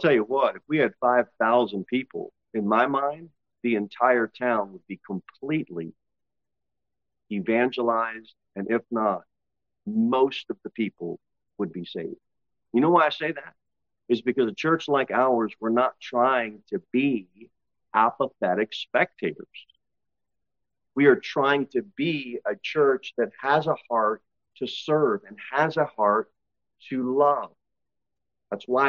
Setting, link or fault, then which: setting, large echoing room